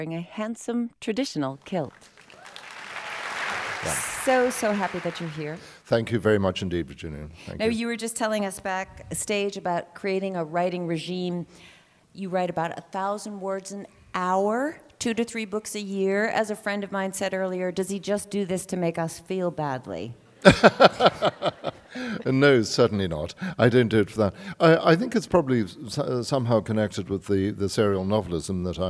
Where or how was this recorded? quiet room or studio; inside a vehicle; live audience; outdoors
live audience